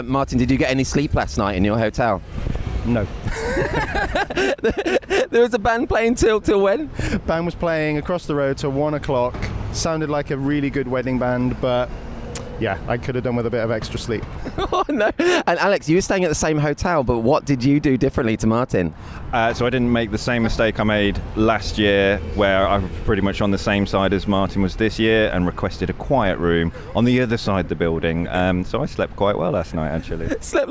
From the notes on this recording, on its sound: I once again took a little travel mic to the amazing Doc Day - the one-of-a-kind documentary wedding photography conference. Mini-interviewing almost 40 photographers from all over Europe. I spoke to the founders, speakers and attendees alike. Some slightly tipsy after-party ramblings.